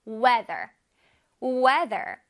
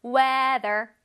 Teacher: TH가 있어서 혓바닥이 앞으로 나왔다가 뒤로 슝 들어가죠?